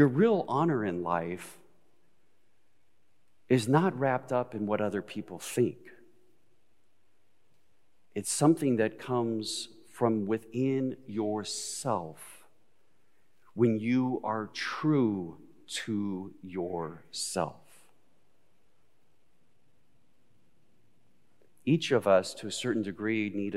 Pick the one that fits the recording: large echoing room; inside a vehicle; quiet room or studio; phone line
large echoing room